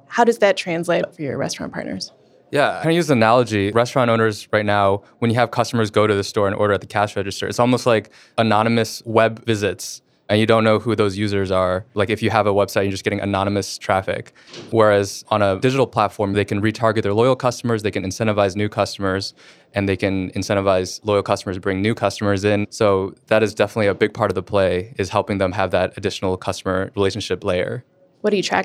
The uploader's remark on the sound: This episode was recorded on-site at the a16z Summit in November 2019